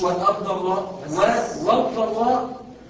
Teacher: سقطت همزة الوسطى وده طبيعي واللام بتضغط فدخلنا على الضاد المشددة على طول · Term: اللام الشمسية